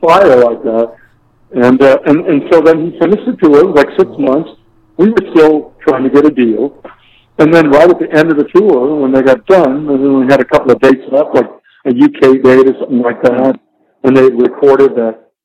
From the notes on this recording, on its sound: on the phone for a chat